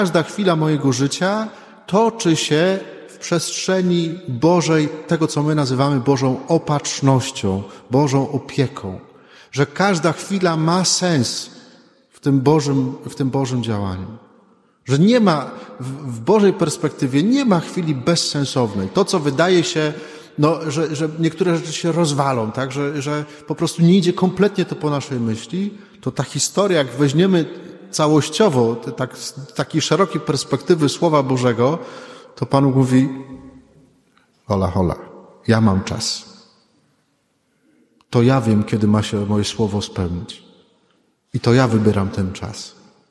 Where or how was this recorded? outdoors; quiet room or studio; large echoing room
large echoing room